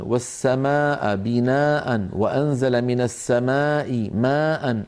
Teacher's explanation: أربع كلمات متتالية فيها مدود متصلة، لا بد للقارئ من أن يسوي بين أزمنة هذه المدود الأربعة